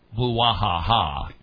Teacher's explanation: it's with the accent on the third syllable there